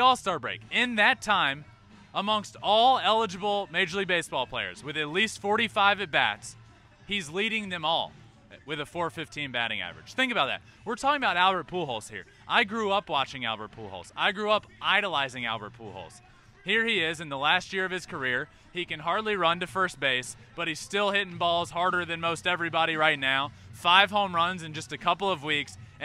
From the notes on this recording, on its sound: GAME DAY AT YOKOHOMA STADIUM. Goes LIVE from Yokohoma Stadium.